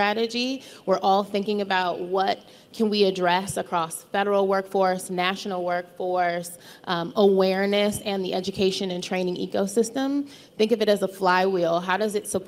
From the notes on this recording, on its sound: In the closing keynote from the Zero Trust Summit